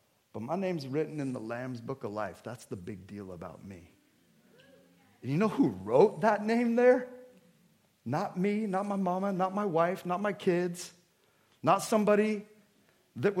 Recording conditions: large echoing room